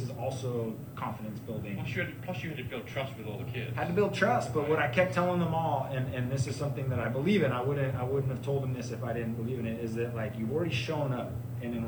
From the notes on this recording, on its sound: live at the Santa Cruz Boardroom